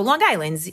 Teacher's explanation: you got to hit the sibilant SZ end